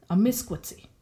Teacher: third last syllable is the misk. Amiskwitsi. That's where you put the focus.